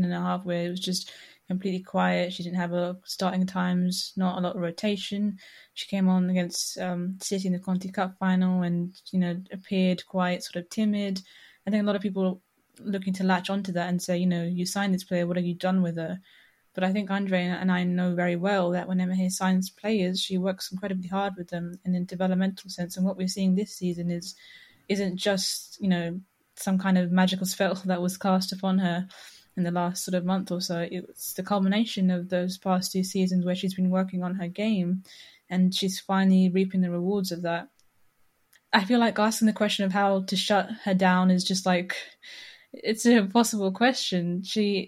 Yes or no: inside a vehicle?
no